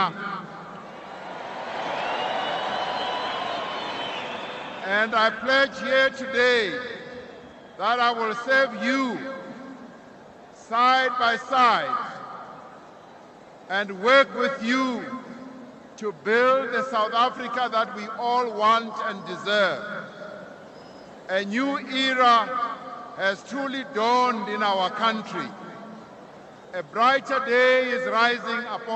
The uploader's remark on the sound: Broadcast LIVE from Loftus Stadium at the #SAInauguration19.